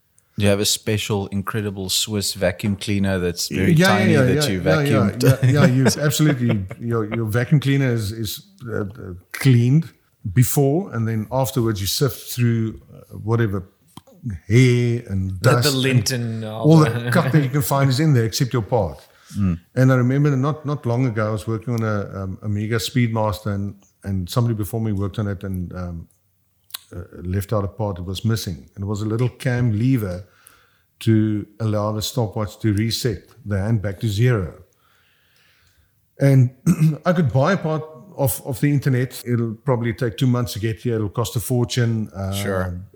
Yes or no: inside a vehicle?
no